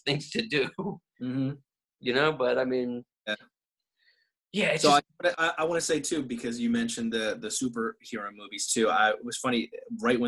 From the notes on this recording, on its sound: Zoom style podcasts back to back. Quarantine 2020.